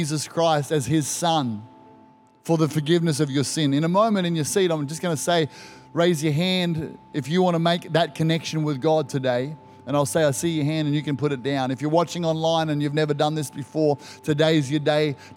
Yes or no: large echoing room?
yes